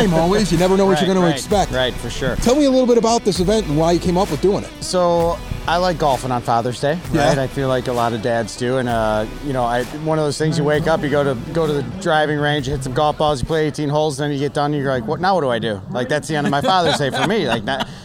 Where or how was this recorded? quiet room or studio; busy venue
busy venue